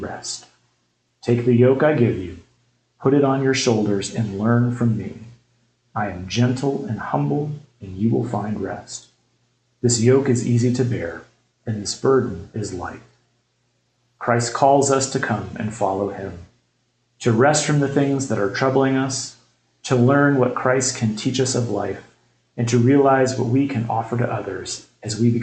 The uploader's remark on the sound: We had some difficulty with our sound in this episode....so the quality is a little worse that usual.